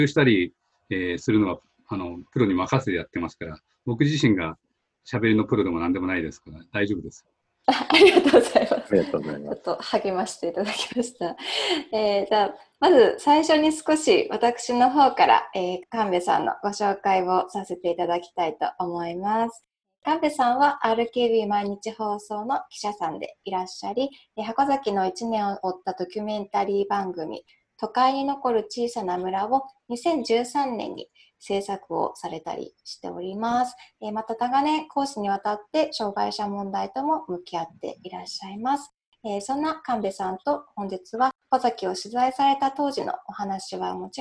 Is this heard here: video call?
yes